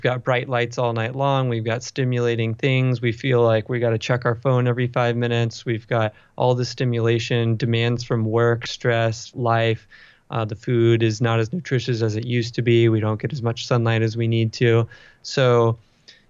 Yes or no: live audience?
no